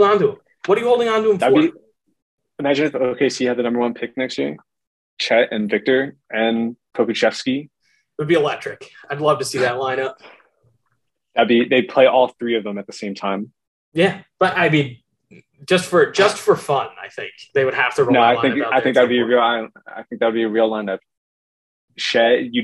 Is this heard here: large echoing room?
no